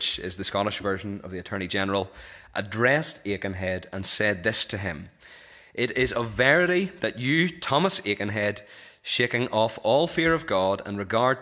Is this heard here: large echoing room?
yes